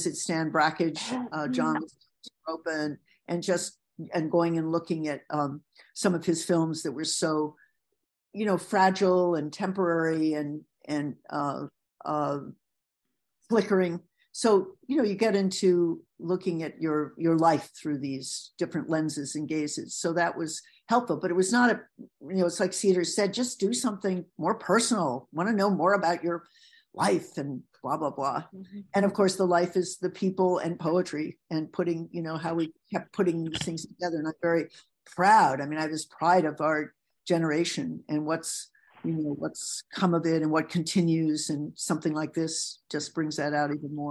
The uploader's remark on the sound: This event was originally broadcast via Zoom